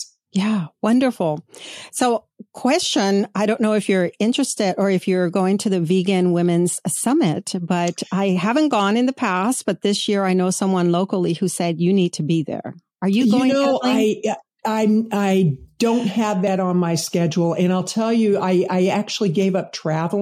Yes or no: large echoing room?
no